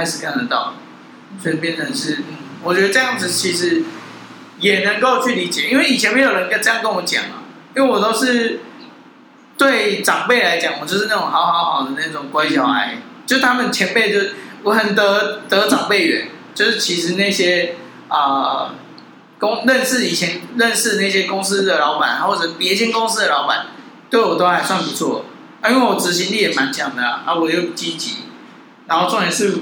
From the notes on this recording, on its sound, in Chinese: 錄音地點｜ 藍色咖啡館 108台北市萬華區大理街131號